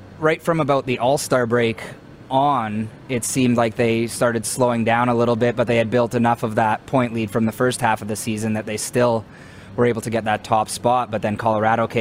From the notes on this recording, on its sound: LIVE from the Grey Eagle Resort & Casino in Calgary!